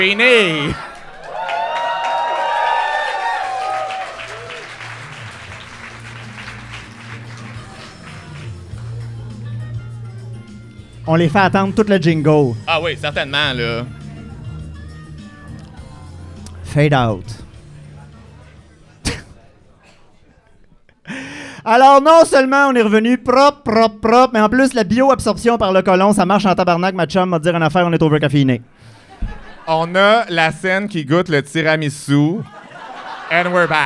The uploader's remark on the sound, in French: Live devant pubis. C'est notre épisode devant pubis enregistré au Café Cléopâtre!